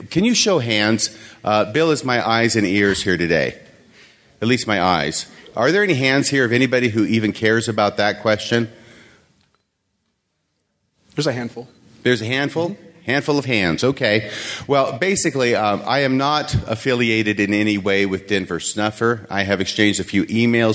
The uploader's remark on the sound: This podcast contains the complete audio of my presentation at Sunstone